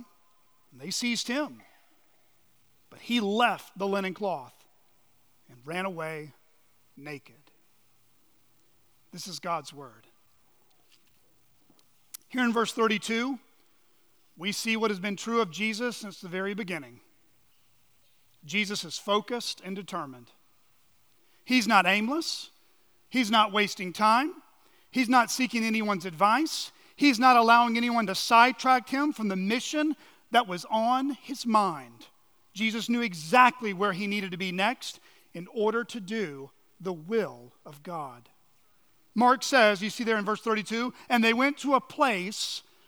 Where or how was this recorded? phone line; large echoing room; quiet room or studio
large echoing room